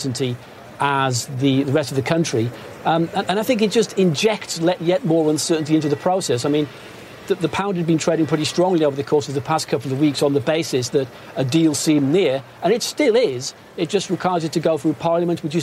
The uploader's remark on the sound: live from the New York Stock Exchange